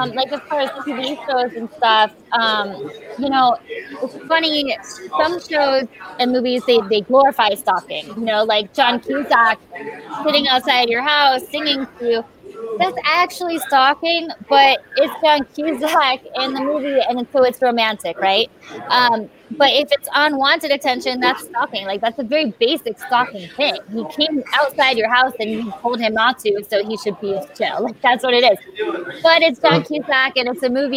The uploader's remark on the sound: Live from DayGaCom.